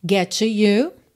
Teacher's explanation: Trying, que é aquela redução do trying to get to you. Get termina em T, to começa em T. Você, é claro, junta num T só.